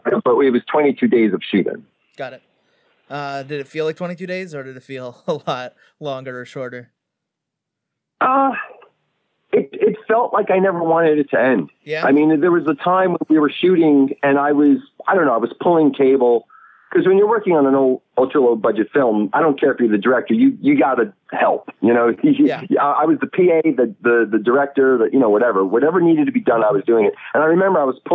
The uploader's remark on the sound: calls into the show